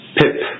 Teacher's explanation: whenever you make a P sound, a little explosion takes place and is expelled out of your mouth. And so I would hold a piece of paper in front of my mouth and say the word pip. · Two explosions of air hit the paper. · Term: plosive